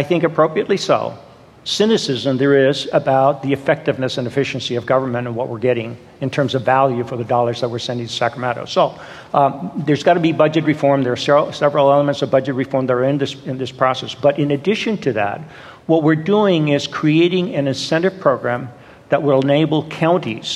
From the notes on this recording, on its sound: in a conversation at the Fresno Art Museum